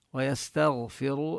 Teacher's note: الهدى ويستغفر نمد الألف بالهدى، ويستغفر نظهر السين هي من حروف الهمس كما بينا والصفير، والغين نفخمها، ويستغفر التاء مرققة والغين مفخمة، والراب يستغفر مفخمة عند حفص لأنها مضمومة، ونمد الواو مدا طبيعيا.